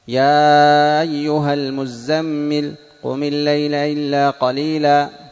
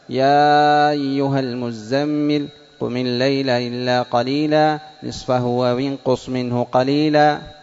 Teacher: ضيعت الهمزات، لم تعتمد على مخرجها الصحيح عند النطق بها · Shown in: second take